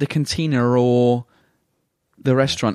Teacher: in British English, we have this thing called the intrusive R, which is how we link vowel sounds to other vowel sounds